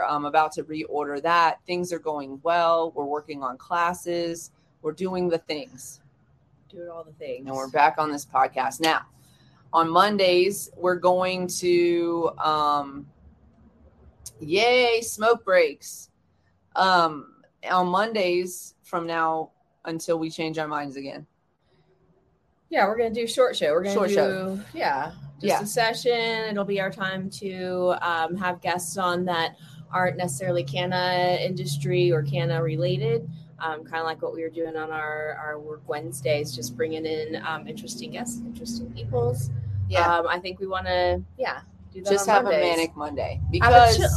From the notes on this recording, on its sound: We got outside for a bit